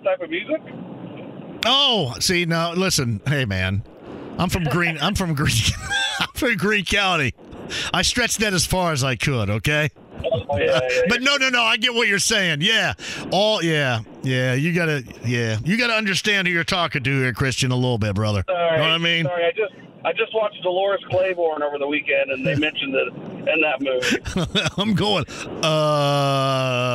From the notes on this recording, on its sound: Opens the phone lines to take some calls from listeners.